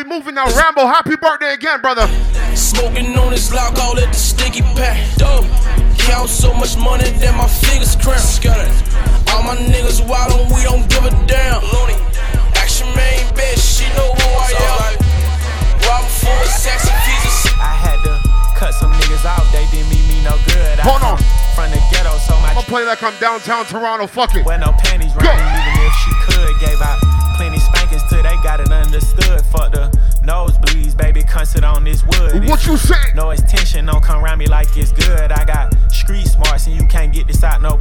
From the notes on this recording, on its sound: STRICTLY THE HIGHEST TORONTO - LIVE AUDIO. STRICTLY THE HIGHEST INSIDE DY BAR IN TORONTO.